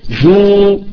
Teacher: كلمة جوع هذه مادية لأن الجيم قبل الواو مضمومة